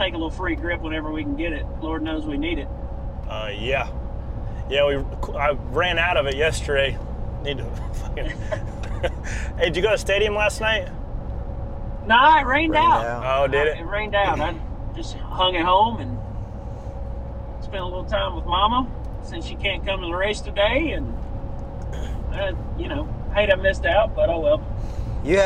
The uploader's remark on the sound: chat on the drive to Darlington Raceway